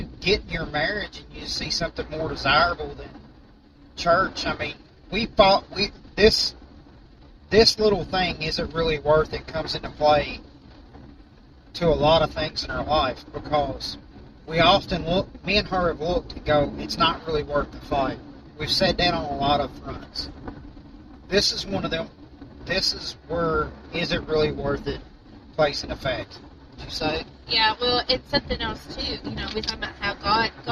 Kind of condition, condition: fault, background noise